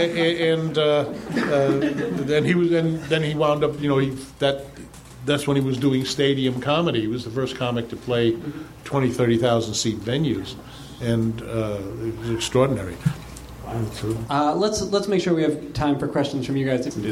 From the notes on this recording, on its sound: Recorded live at Nerdmelt on August 4, 2013.